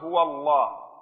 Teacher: طبعا هنا أيضا ينبغي تفخيم لفظ الجلالة، الله، تفخيم اللام في لفظ الجلالة الله